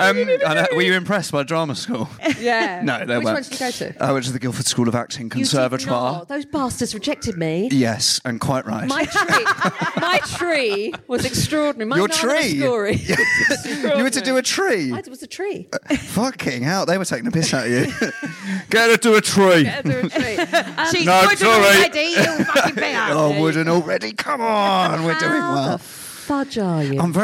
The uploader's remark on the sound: live at The Phenic Arts Club in London.